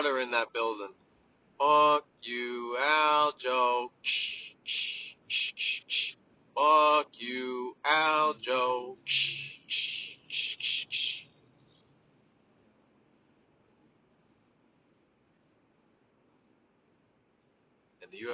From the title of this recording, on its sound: from the car